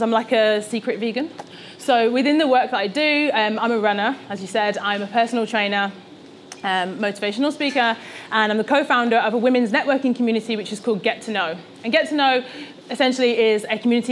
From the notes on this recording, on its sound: This talk was recorded at Vevolution Topics: Health and Wellbeing 2018